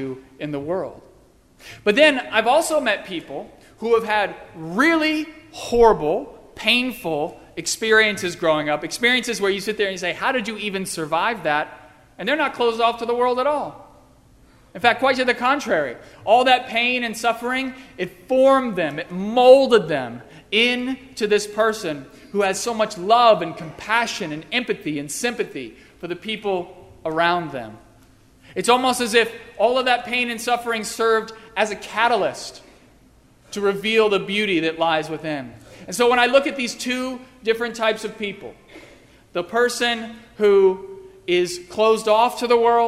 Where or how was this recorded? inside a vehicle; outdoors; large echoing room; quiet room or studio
large echoing room